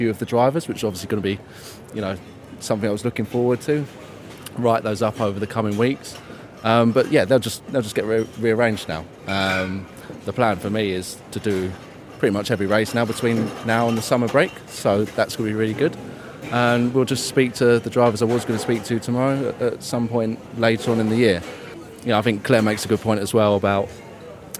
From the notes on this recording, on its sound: Recording this podcast in an airport restaurant. A podcast from Milan airport.